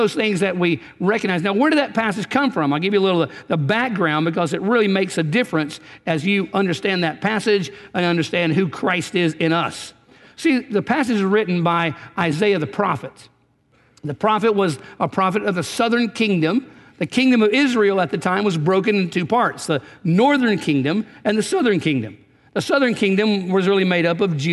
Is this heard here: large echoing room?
yes